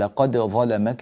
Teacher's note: من يقرأ برواية حفص يعلم أن دال قد عند الضاد والظاء مظهرة